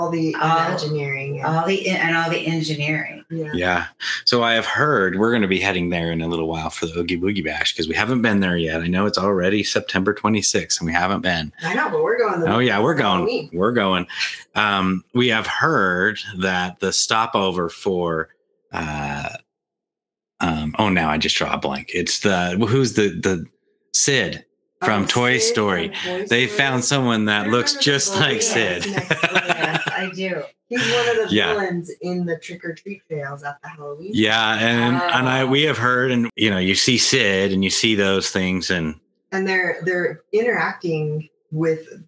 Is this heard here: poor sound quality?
yes